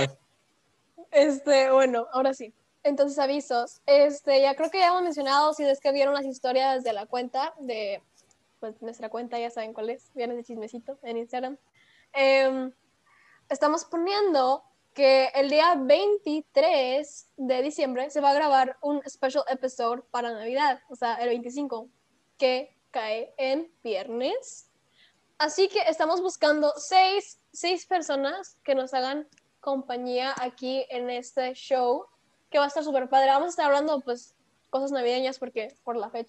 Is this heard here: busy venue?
no